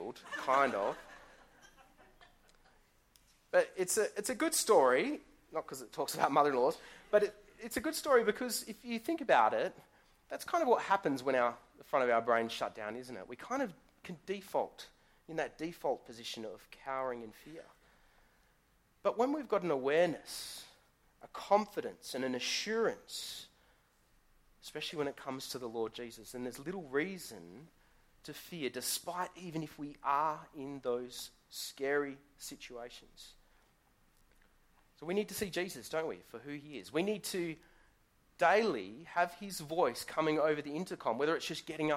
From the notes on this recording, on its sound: Sermon recorded live from Morley Baptist Church.